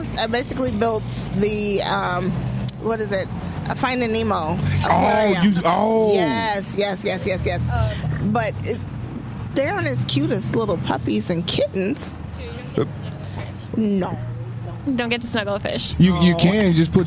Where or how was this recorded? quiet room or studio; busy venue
busy venue